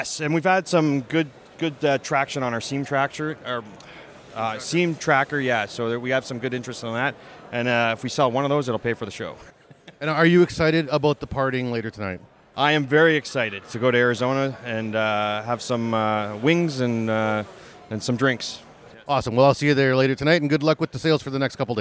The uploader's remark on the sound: At this years CanWeld 2022, the CWB Association had the privilege to partner with Fabtech Canada in Toronto, Canada. We are bringing you special episodes recorded “live” on the show floor. Walked the show floor talking with the sponsors and vendors.